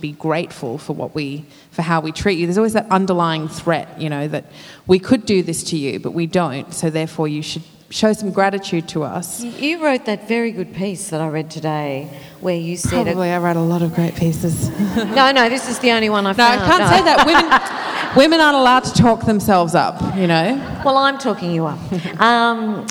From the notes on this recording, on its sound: recorded at the 2017 Newcastle Writers Festival